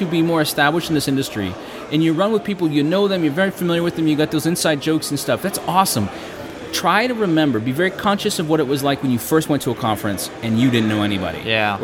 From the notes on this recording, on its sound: live from HTCIA Conference 2015 in Orlando, FL